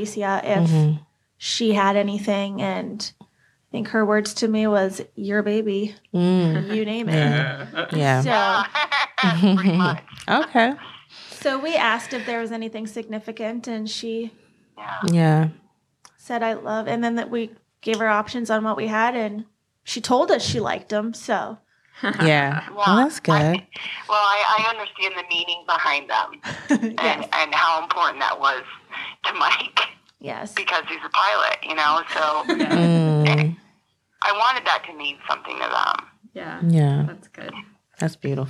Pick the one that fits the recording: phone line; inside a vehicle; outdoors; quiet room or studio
phone line